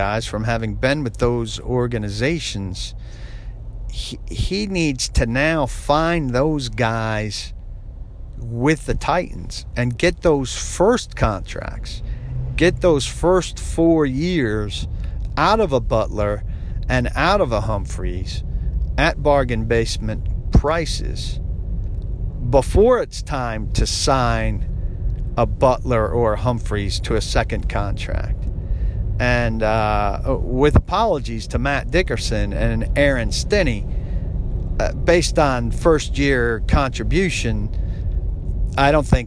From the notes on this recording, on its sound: Driving around Nashville.